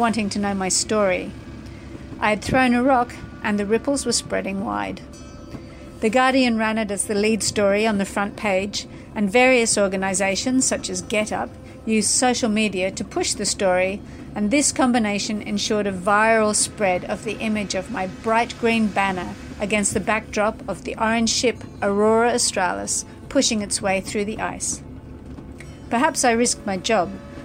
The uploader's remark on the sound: Recorded her story of climate activism aboard the very vessel her story takes place, The Aurora Australis.